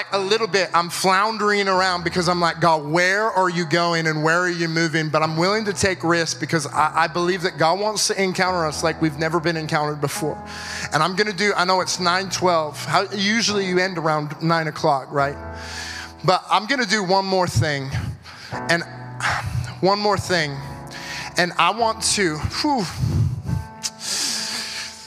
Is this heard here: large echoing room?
yes